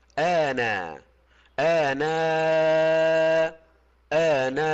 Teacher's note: إبدال الهمزة ألفا مع القصر والتوسط والمد